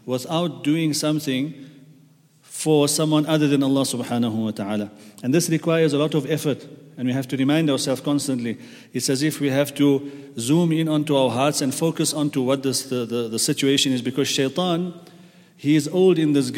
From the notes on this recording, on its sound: at the Houghton Masjid (West Street)